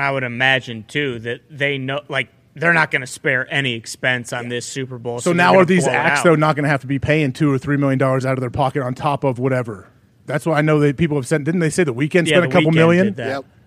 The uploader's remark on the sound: Live from the set of College GameDay in Knoxville, Tennessee. LIVE From The ThunderDome.